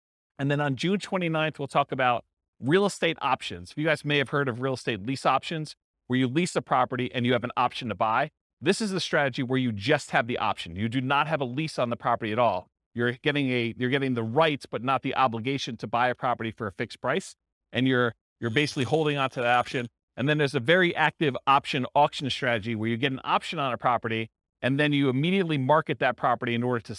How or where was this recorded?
live audience